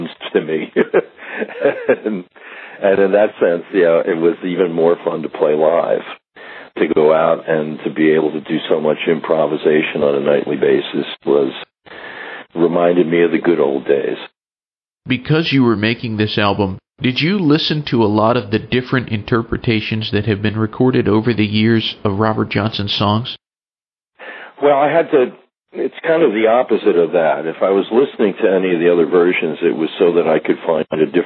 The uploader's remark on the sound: We’ve got a phone interview from the archives